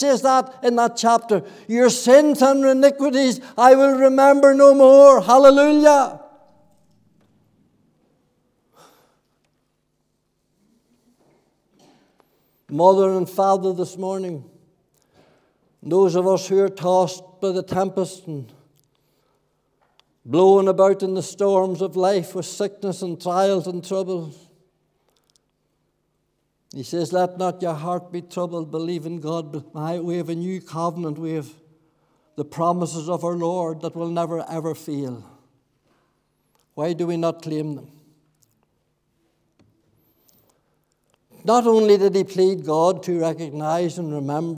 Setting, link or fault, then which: setting, large echoing room